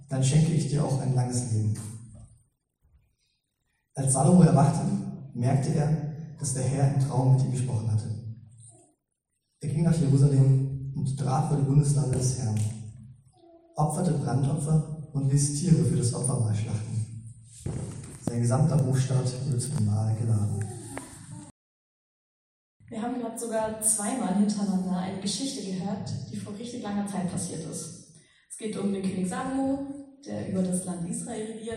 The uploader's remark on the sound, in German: Predigt im Rahmen des GreifBar+ Gottesdienstes